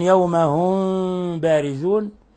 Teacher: بترك فرجة يسيرة من بين الشفتين، يسيرة جدا يعني، ثم غن من الخشوم، بحيث لو ضغطت على أنفك فإن الصوت ينقطع. · Term: الإخفاء